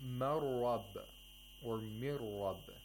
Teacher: The Nun Sakina is not pronounced. The Ra is pronounced with Tashdeed without nasalization, yes. Without Ghunna. · Term: Idgham Bila Ghunna